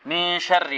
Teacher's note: من شر، هذه غنة، والراء مرققة لأنها ماذا؟ لأنها مكسورة